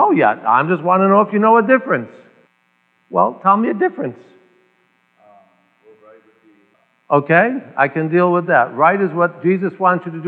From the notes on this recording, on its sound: the First Bridegroom Service held at the Holy Cross Church in Farmington Hills, Michigan